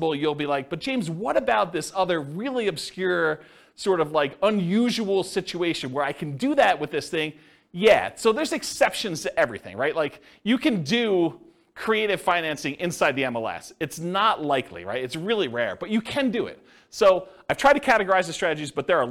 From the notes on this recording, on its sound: This was a live class recorded